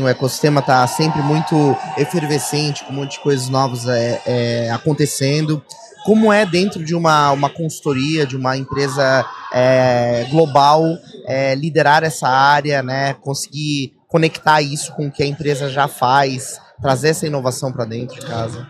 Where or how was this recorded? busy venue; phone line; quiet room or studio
busy venue